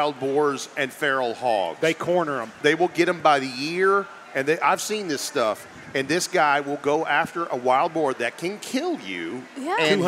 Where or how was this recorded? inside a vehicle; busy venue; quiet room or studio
busy venue